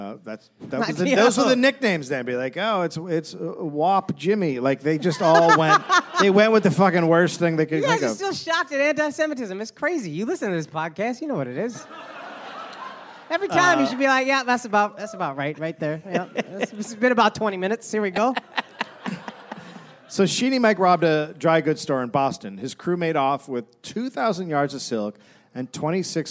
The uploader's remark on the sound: live in Brooklyn